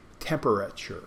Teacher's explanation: Now that last T sounds like a CH.